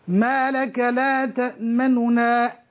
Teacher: نختلس أو نخفي ضمة النون الأولى، جزء من الحركة، جزء من الحركة. · Term: الاختلاس